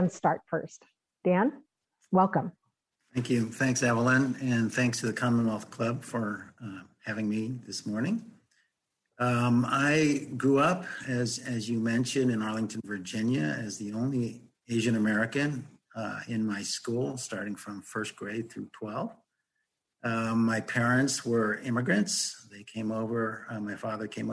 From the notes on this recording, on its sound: This program was recorded via video conference on May 26th, 2021 by the Commonwealth Club of California.